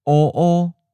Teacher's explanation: the original tone is the first tone, high flat, and the change tone is the seventh tone, mid flat · Term: tone change